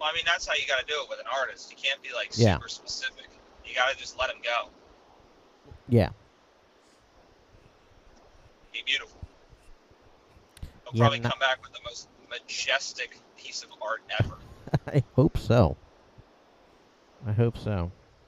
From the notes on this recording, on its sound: as he drives to the Tampa airport